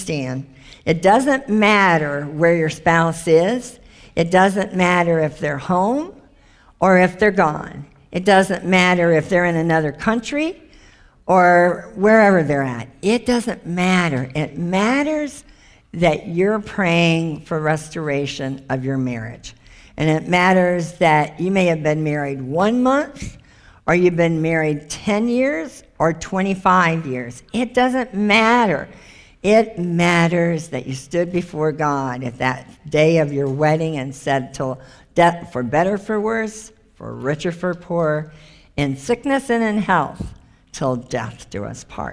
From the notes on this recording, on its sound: This is the full replay of the LIVE Rejoice Pompano Bible Study